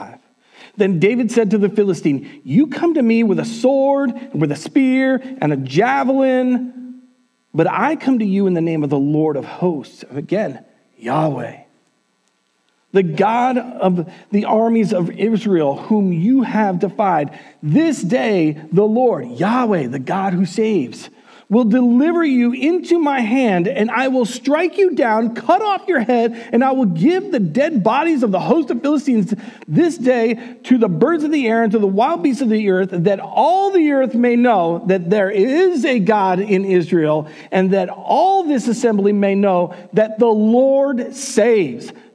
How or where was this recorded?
large echoing room